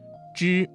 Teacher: 的生等等。翘舌音声母猪、吃、诗、吁的发音还有哪些需要注意的呢？知，发音位置舌尖要抵住或接近硬腭后部，要点是发音的时候舌头翘起，舌尖抵住或靠近硬腭的后部，形成一个狭窄的通道，使气流通过时产生摩擦音